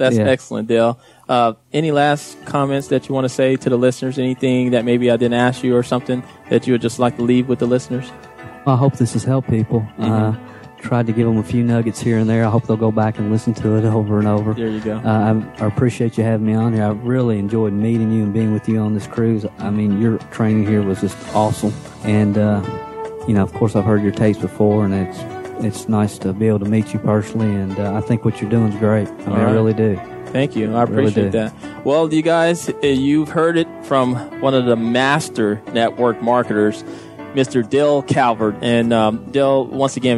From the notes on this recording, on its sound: This session was recorded on a cruise ship in the Bahamas during the first ever MLM Leadership Cruise